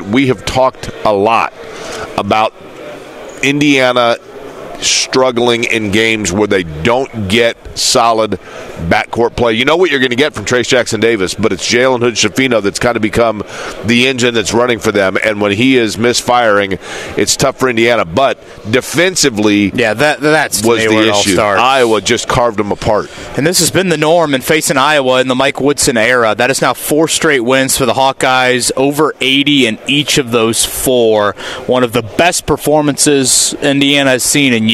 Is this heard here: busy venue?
yes